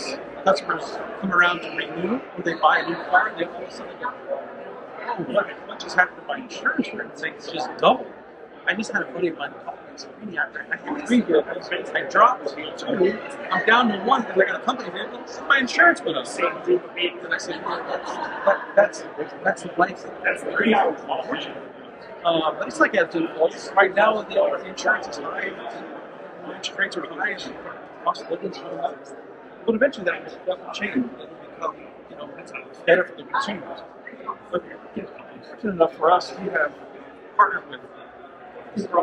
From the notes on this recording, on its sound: Doing a special "Ambush Interview" at Driving Sales in Las Vegas for the Auto Hub Show.